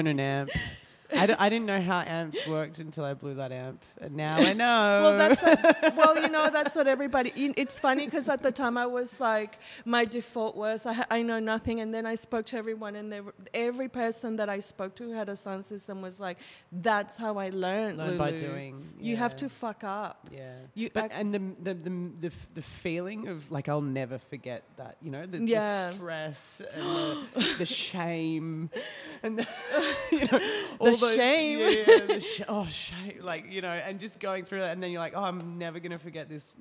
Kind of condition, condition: setting, live audience